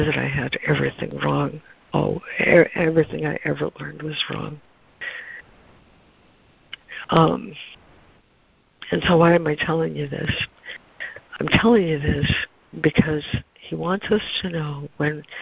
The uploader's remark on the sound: ACIM Daily Conference Call